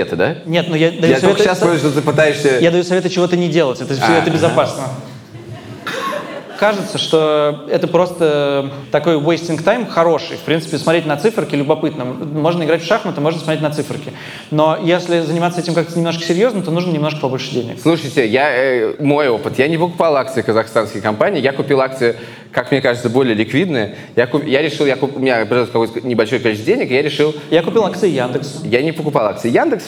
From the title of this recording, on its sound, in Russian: Выпуск, записанный на сцене